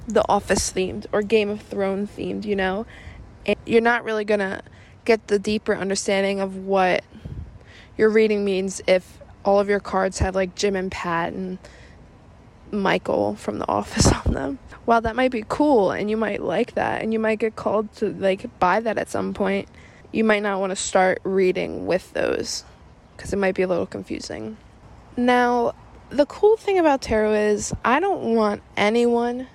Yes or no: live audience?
no